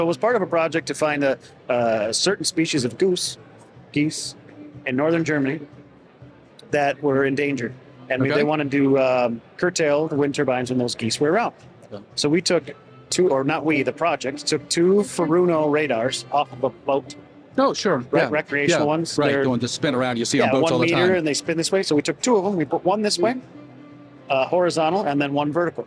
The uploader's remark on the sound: Live from Wind Europe 2023 in Copenhagen